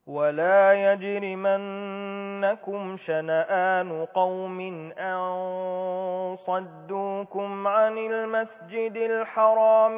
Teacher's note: الصاد من حروف الاستعلاء يبقى بفخم الغنة بتاعت الإخفاء · Term: غنه النون